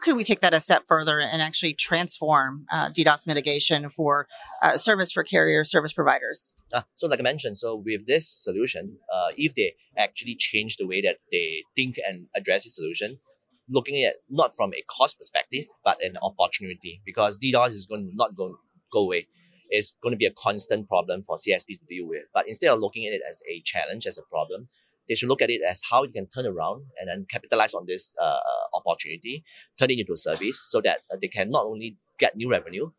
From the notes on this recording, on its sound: Live from PTC'20